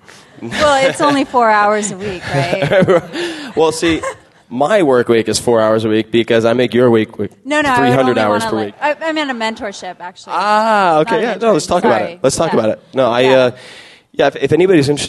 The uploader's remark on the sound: speech was given at the 2007 SXSW Festival